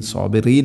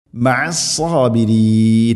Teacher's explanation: ഇന്നല്ലാഹ മഅ മഅസ്സാബിരീൻ സാദ് മഅസ്സാബിരീൻ, സാബിറീൻ അല്ല, റാഇനെ തർഖീഖ് ചെയ്യണം, നേർപ്പിക്കണം. · Shown in: second take